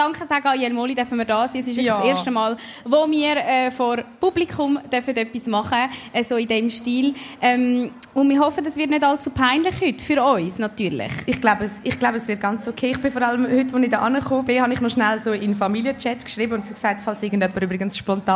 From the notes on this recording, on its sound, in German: Diese Folge ist an einem speziellen Ort entstanden; statt auf der Frauentoilette, sitzen die zwei im Jelmoli Schaufenster in Zürich und wurden von einigen Thronis gar live beobachtet.